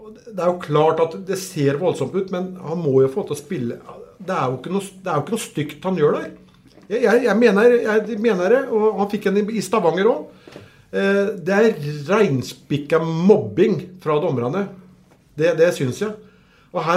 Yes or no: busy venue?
no